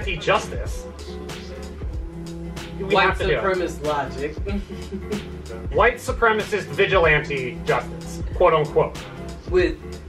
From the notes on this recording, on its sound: We had technical difficulties in recording so this is a port of the YouTube audio.